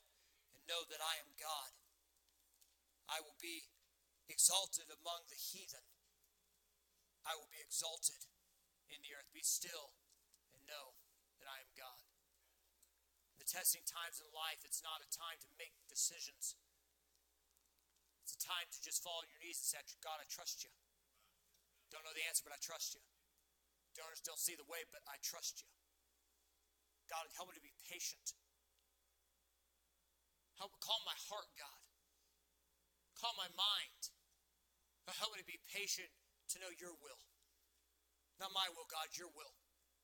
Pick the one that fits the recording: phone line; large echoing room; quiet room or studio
large echoing room